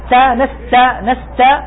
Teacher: هذه التاء فيها همس، وإلا ما استطعت أن تسمعها تاء